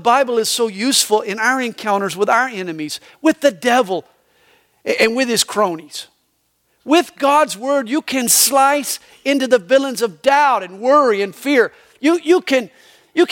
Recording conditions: large echoing room